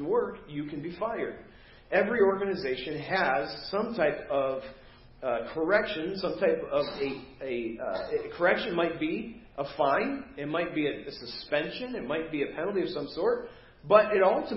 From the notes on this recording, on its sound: Preached at First Baptist Church of Hazel Park